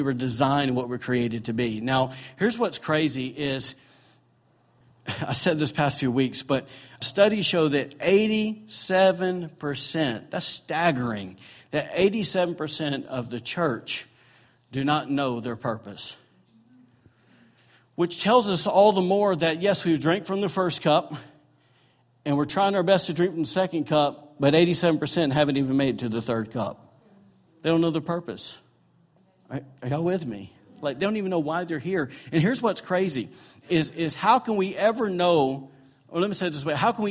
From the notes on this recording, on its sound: During Sunday morning services at The ANCHOR Church.